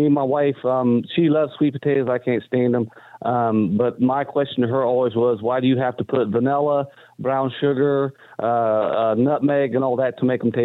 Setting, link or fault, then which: link, phone line